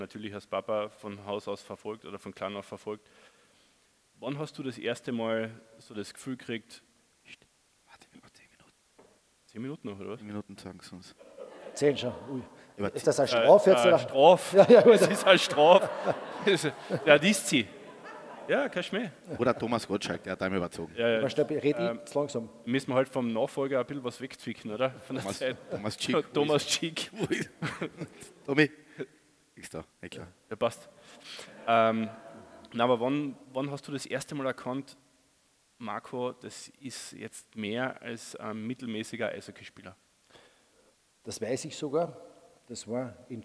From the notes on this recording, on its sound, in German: Aufgenommen beim Kleine Zeitung Podcast Festival in Klagenfurt